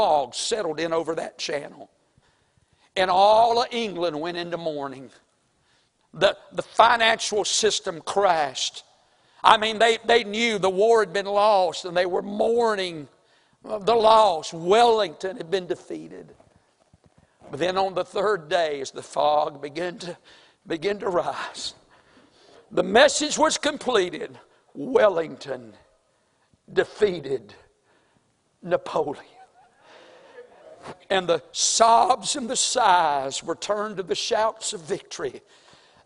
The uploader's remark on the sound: April 9, 2023 Sunday morning service preaching from the pulpit of Woodland Baptist Church – Winston Salem, NC